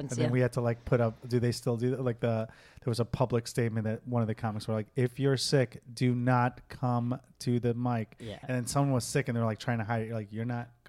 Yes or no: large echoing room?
no